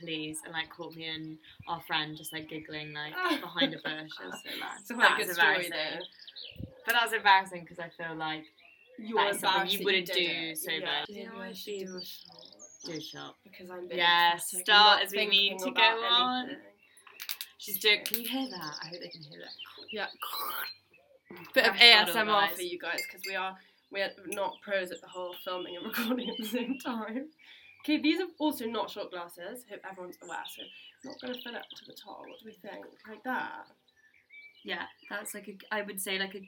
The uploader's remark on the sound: We're in the sunny countryside. We do apologise for any background noise as we did record this ep outside but we think the birds chirping add a nice touch and we hope you agree.